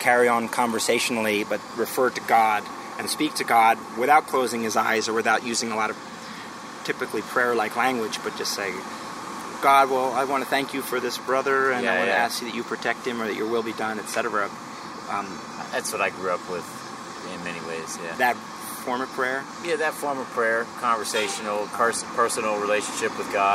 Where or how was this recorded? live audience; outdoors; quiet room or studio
outdoors